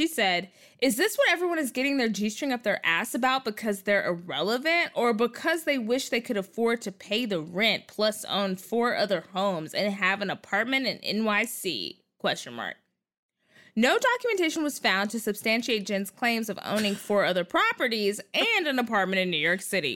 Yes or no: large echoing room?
no